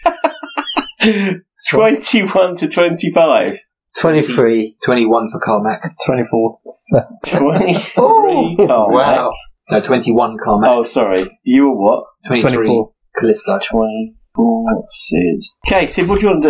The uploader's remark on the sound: Sorry about the crazy audio. Unfortunately our recording of this episode did not go well. Apologies for the quality of the audio, we corrected as much as possible but also have the original audio behind it at just after the 27 th minute.